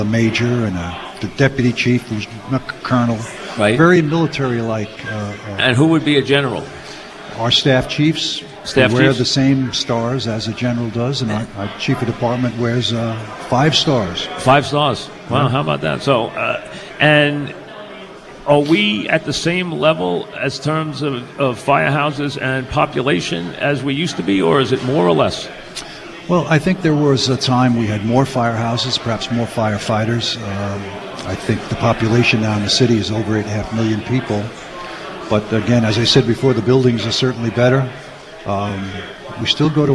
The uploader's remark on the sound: on location from the New York Fire Museum